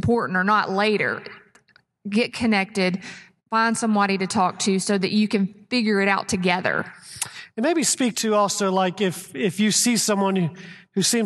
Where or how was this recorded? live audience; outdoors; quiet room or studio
live audience